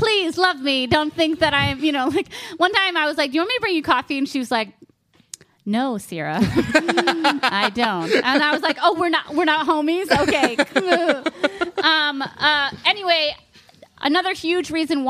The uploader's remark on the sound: Live From Oklahoma. Recorded live at Second Wind Coffehouse in Norman, OK.